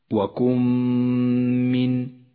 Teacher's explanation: وكن من إدغام بغنة، جاءت النون الساكنة وبعدها حرف الميم، ندغم النون بالميم فتسقط النون من اللفظ